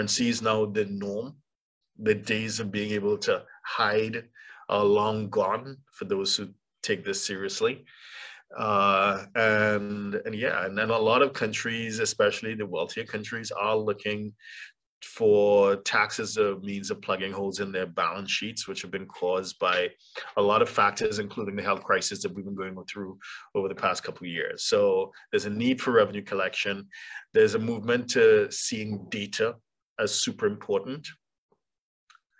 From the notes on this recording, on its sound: For those joining us on Zoom